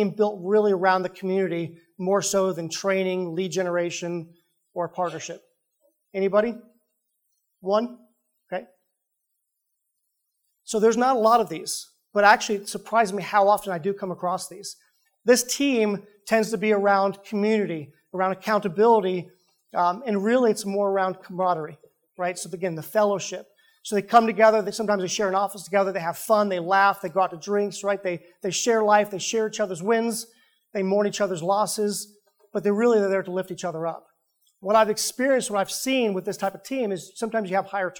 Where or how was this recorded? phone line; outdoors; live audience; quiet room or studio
live audience